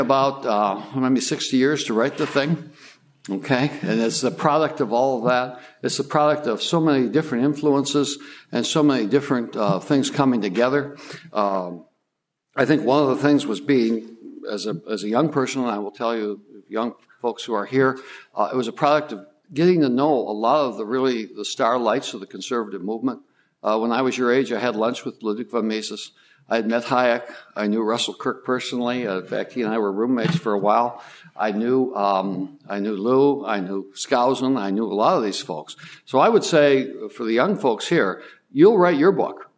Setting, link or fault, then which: setting, live audience